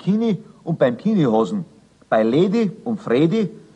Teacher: Das G tritt lautmäßig überhaupt nicht in Erscheinung